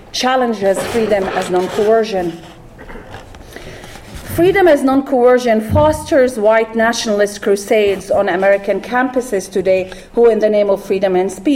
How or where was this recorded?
live audience